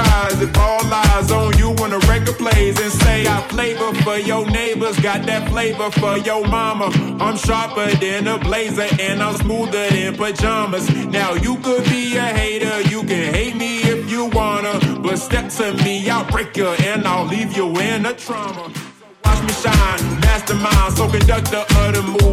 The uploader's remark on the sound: Recording from the legendary Abordage boat party in Odessa, Ukraine on August 8th, 2021.